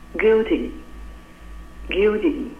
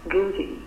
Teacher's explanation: guilty，它这里面也是要变成一个 fastd